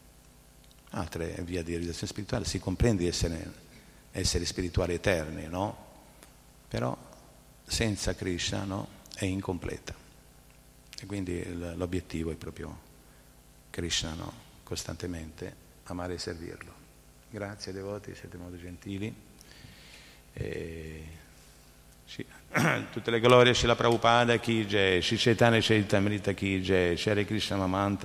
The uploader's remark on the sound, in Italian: in diretta dal Tempio di Villa Vrindavana